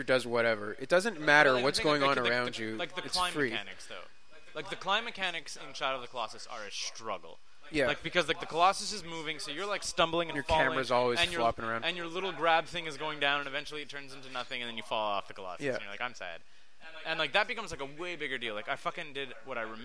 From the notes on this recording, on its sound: I have no idea where the echo in the audio came from and I don’t have time to tweak it the way I usually do.